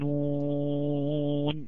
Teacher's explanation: النون الاولانيه نون مضمومه، وبعديها واو حرف مد، وبعديها النون الاخيره حرف ساكن · Term: مد لازم حرفي